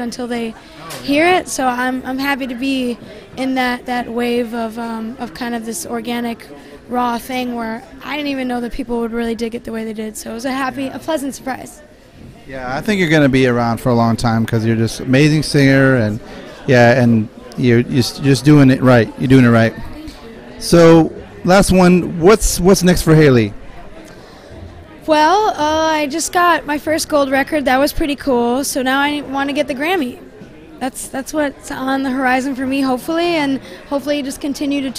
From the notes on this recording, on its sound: Recorded at Chop Suey in Downtown Seattle.